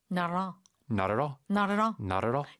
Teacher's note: it's three words, but they say it almost like it's one word